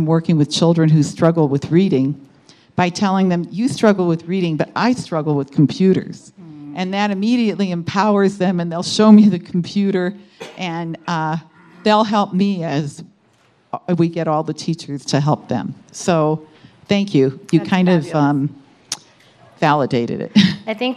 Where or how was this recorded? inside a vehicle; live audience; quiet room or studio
live audience